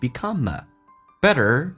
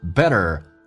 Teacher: T 发 D 这个发音在美式发音，两个元音中间所加的辅音要被浊化